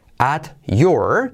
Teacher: la T se une con la Y